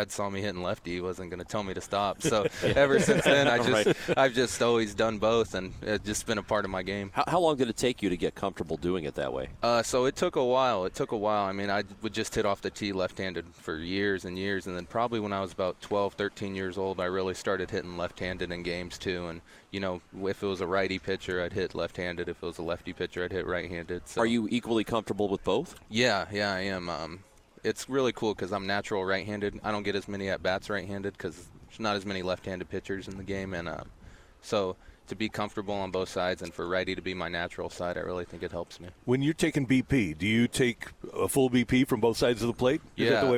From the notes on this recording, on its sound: The Fast Lane Live from Spring Training. By 101 ESPN.